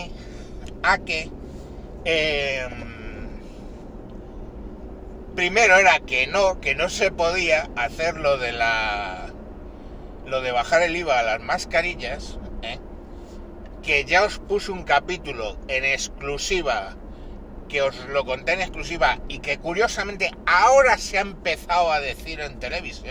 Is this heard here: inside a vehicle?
yes